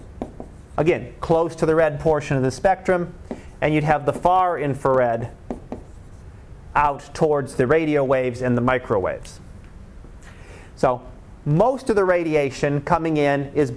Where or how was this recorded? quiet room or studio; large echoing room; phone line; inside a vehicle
large echoing room